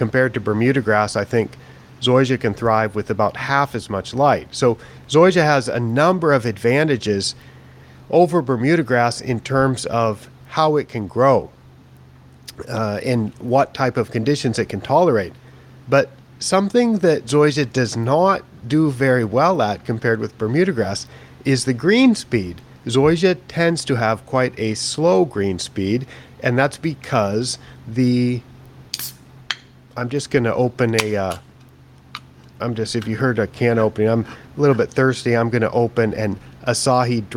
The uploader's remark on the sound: live from the KBC Augusta tournament in Japan